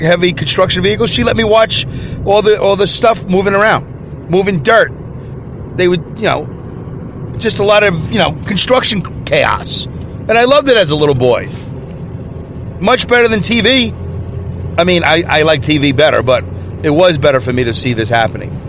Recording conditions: inside a vehicle